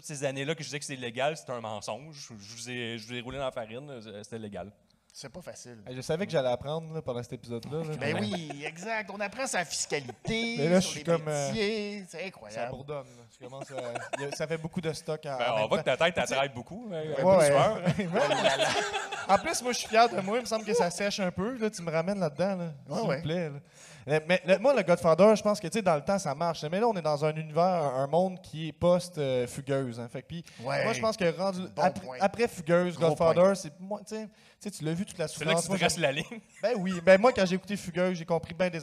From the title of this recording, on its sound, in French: live au FESTIPOD